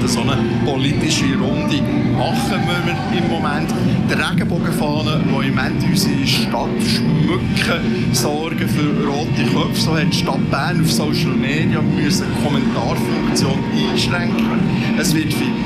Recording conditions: outdoors